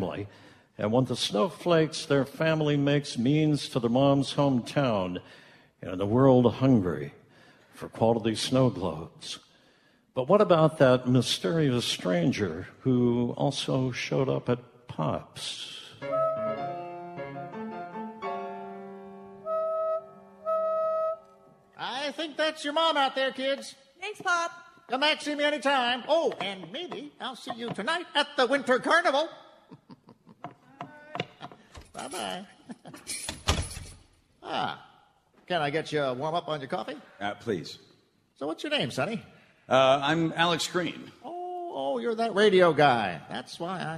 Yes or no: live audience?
yes